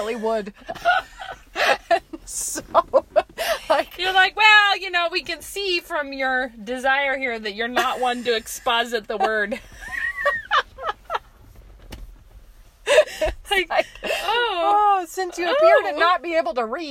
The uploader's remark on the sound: we are back in the car